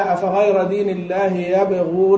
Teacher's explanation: يبغون هذه الباء متوسطة في الكلمة، فهذه تكون قلقلتها أخف